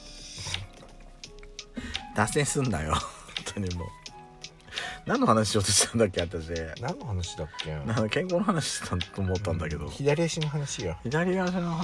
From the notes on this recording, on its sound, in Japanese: パーキング収録